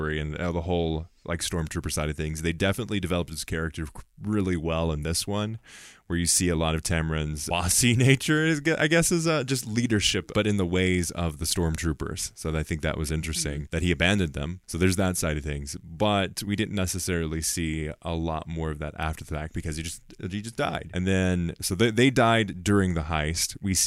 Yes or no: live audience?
no